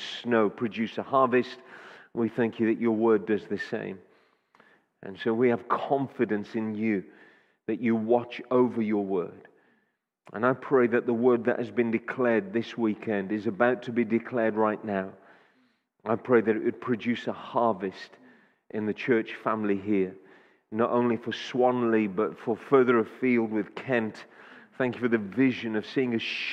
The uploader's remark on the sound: Audio recording taken from Kent Prayer Quake 2021